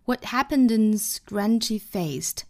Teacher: and 做弱读读成 n,啊读成一个 n 的发音